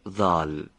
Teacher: حرف ظا رو از برخورد سر زبان به پشت سر دندانهای پیشین بالا به تلفظ در بیارید، مثل ظال. دو، هوا رو از محل برخورد سر زبان و پشت سر دندانهای پیشین بالا به صورت سایشی خارج کنید.